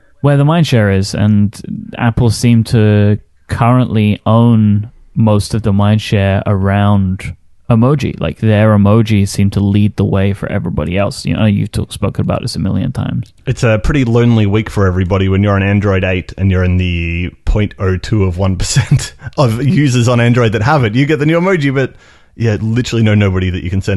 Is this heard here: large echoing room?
no